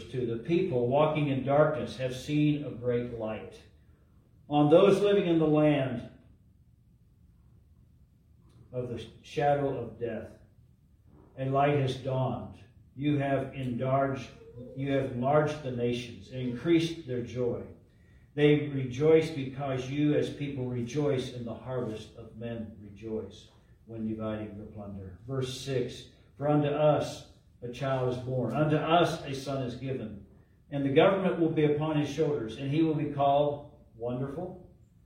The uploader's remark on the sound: LIVE from Calvary